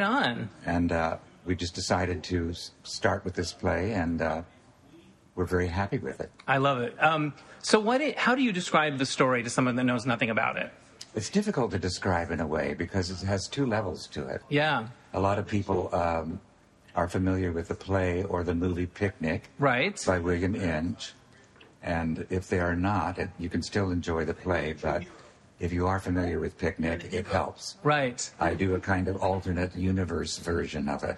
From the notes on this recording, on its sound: in the lobby of his Burbank hotel